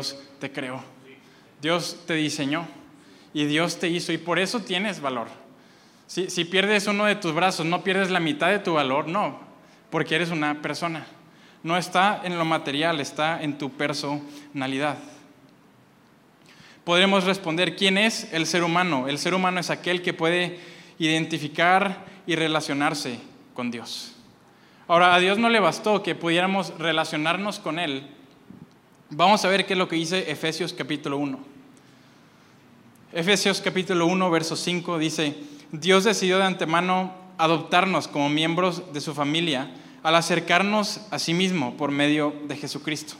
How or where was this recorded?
large echoing room